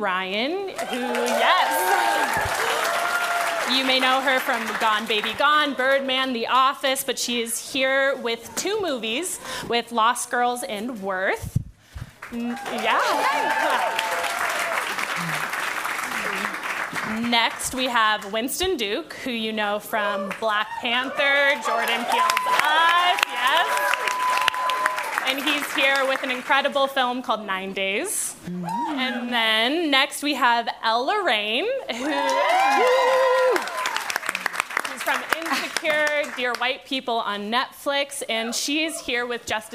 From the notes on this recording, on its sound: Close Up with the Hollywood Reporter Live: Indie Actors. In front of a live audience at the SundanceTV HQ on Main Street in Park City, UT during the 2020 Sundance Film Festival.